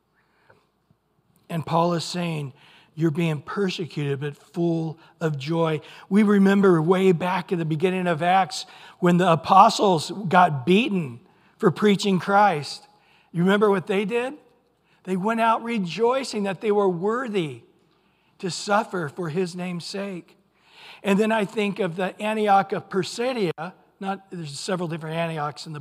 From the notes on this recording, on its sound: Recorded at Calvary Chapel of Los Alamitos on July 2 2023 on Sunday Morning Sermon.